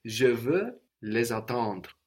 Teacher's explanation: try to keep the re kind of in your nose, you know, don't go all the way into the e